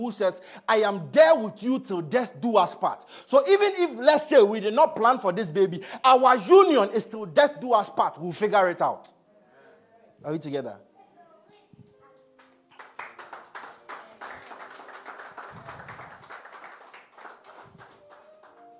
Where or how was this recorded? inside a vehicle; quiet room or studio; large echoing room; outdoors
large echoing room